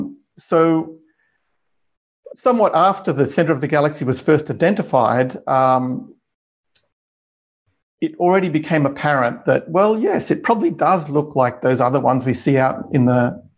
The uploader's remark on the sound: This public talk was held virtually